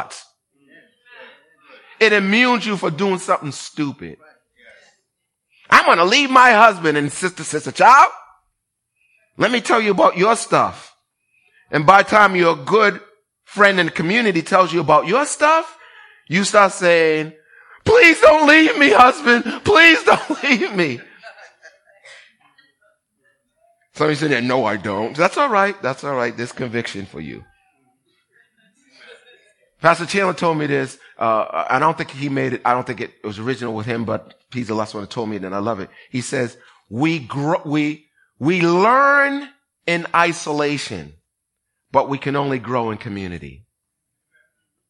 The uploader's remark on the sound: Recorded on 2016-10-02 at the 08:30am Service.